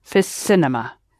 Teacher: Fil cinema. But the L sound on fil will be pronounced S because it's in front of cinema